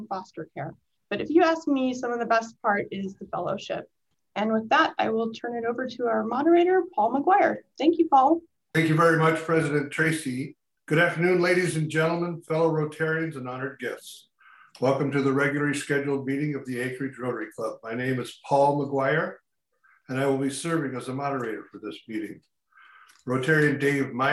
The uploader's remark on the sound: RECORDED: Tuesday, April 20, 2021 via video conference. In this episode of Addressing Alaskans we listen to a virtual forum where the two candidates share their views. This forum was presented by Anchorage Rotary. RECORDED: Tuesday, April 20, 2021 via video conference.